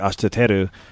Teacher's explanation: In Japanese, it's colloquially translated as an R, but it has an L sound to it. Like, so when you say words like ashiteru, it's like R and L sort of mixed together